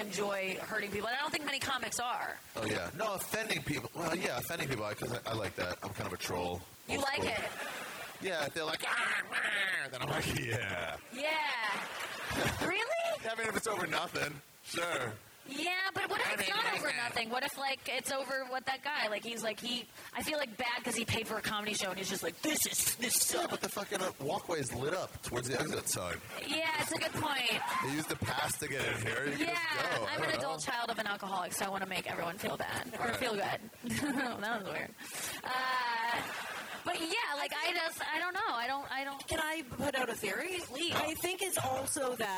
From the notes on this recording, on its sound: A live podcast at the JFL42 comedy festival in Toronto, Canada. I decided to test this theory by doing a podcast about suicide at a live show in front of a comedy festival crowd.